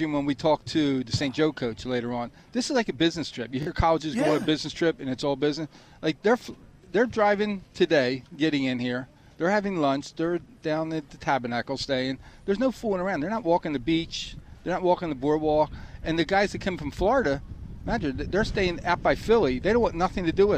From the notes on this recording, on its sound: Locker Room Live Broadcast at the Battle at the Beach football Classic in Ocean City NJ. We broadcast Live at the Battle At The Beach High School Football Classic in Ocean City.